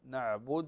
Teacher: تضمين الدال ضما خفيفا